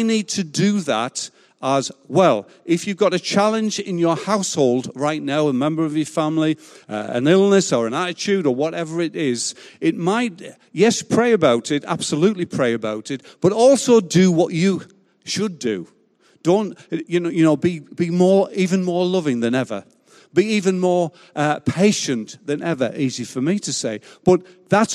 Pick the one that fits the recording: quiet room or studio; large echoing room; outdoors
large echoing room